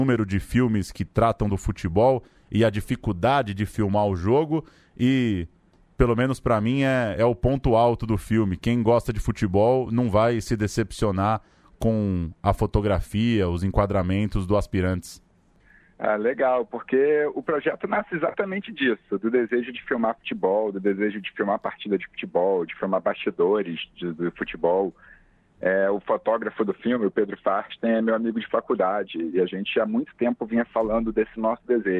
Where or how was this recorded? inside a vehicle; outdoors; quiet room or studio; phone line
phone line